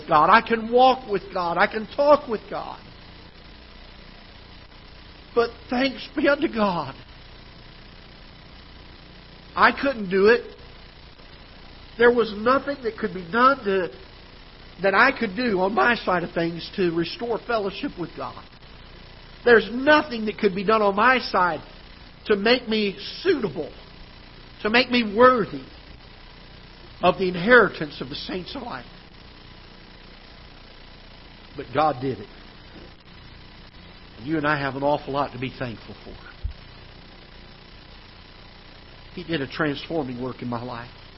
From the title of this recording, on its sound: Ketha Heights Baptist Church ~ Live Broadcast